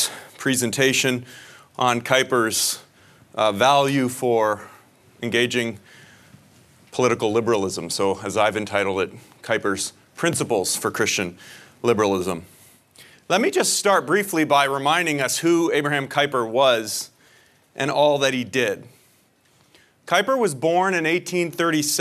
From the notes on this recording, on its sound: a presentation that was delivered as part of the 2022 Acton Lecture Series